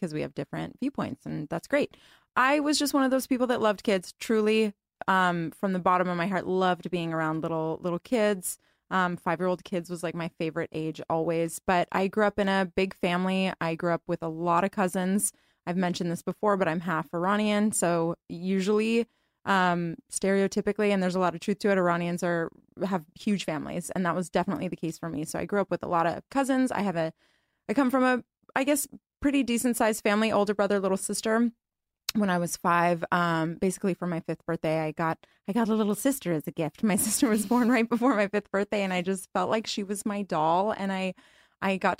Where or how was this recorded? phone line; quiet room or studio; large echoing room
quiet room or studio